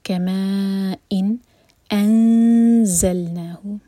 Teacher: نون کے مخرج کو ٹچ نہیں کریں گے، اس کی آواز کو چھپائیں گے اور زا کے لیے زبان تیار کریں گے۔ · ما پر جو مد ہے یہ ہے مد متصل، چار حرکہ لمبا کھینچا جائے گا حمزہ پر، کسرہ کی تنوین جو ہے وہ برابر برابر ہے تو یہاں پر ہمیں اظہار کرنا ہے، تو نہ تو ہم نون کے ساؤنڈ کو ہولڈ کریں گے اور نہ ہی جھٹکا دیں گے۔